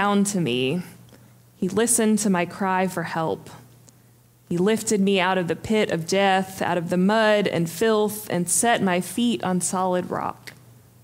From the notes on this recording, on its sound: Preached on January 15, 2023 for our MorningSong Worship Service.